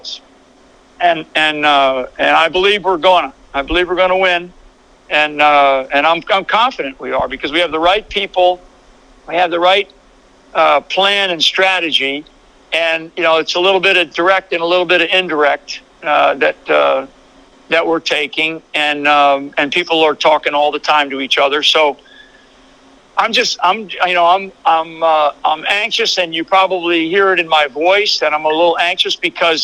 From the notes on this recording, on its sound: Phone interview. AUDIO CREDIT TO WVW-TV.